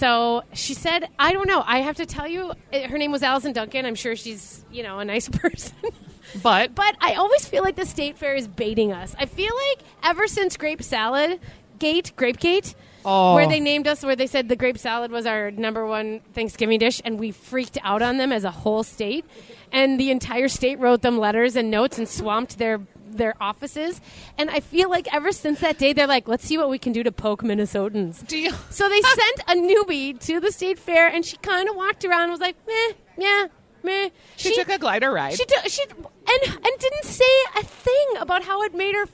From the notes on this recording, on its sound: From the Minnesota State Fair. Live from the Peg which is the only full service restaurant at the fair.